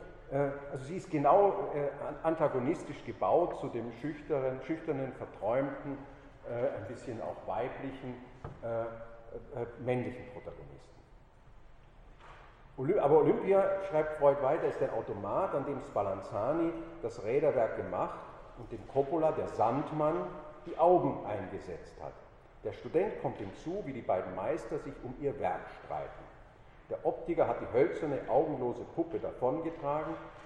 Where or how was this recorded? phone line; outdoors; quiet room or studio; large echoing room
large echoing room